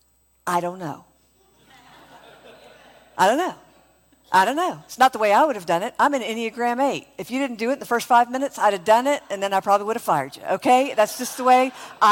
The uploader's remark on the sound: from the first Spirit & Truth Conference, held outside of Mobile, AL